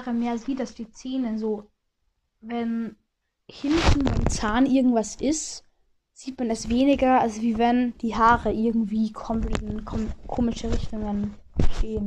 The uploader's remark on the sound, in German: Sorry wegen der kack ton Qualität.